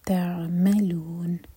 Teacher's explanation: عین ساکن پر جھٹکا نہ ہو، عین ساکن کے بعد میم پر زور دیں گے